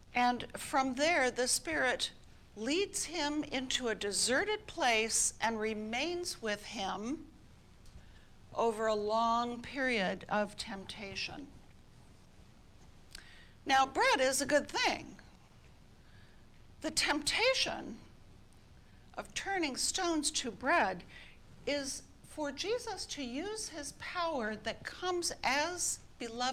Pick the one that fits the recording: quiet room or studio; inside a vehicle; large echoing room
large echoing room